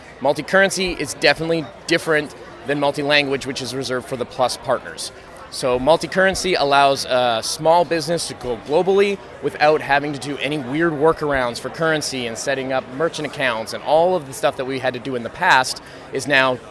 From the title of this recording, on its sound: Live at Shopify Unite 2018